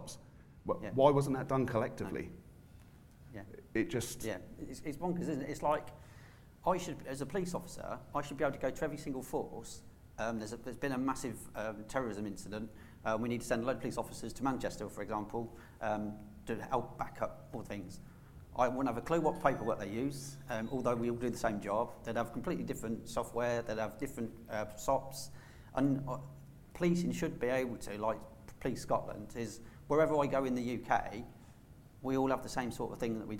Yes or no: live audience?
yes